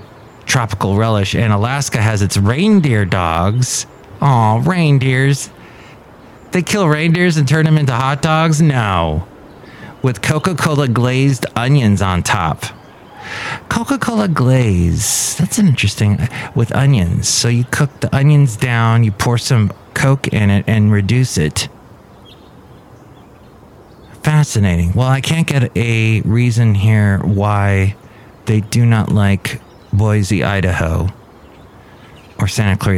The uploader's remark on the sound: podcasts live from Café Anyway